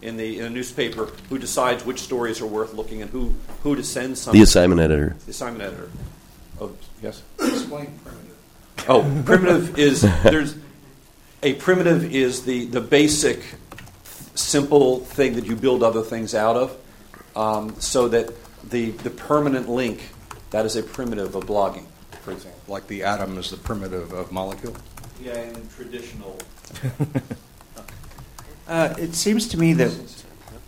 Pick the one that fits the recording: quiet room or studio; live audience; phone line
live audience